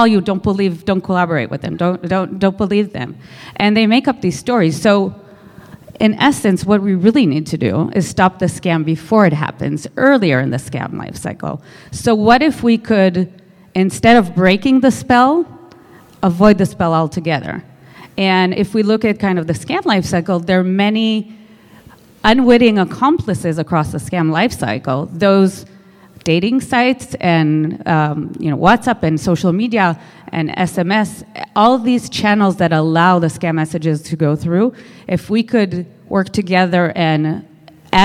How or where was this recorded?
busy venue